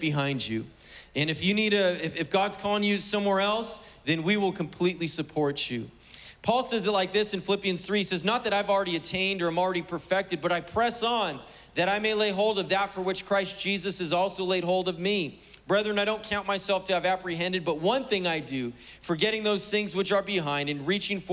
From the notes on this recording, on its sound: Was preached on June 20th at the 11:30AM service.